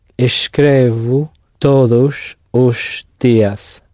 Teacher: And the S before the C is going to be sh.